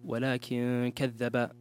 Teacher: نون سكون بعد كاف والحكم إخفاء